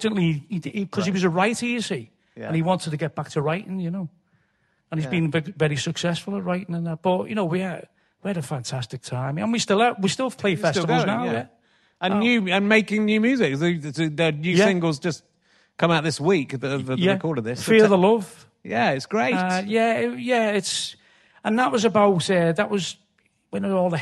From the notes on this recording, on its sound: in an unseasonably sweltering Liverpool, at the Playhouse